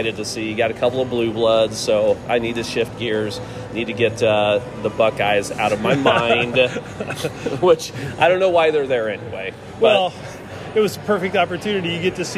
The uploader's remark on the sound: On location from AMP in downtown Indy.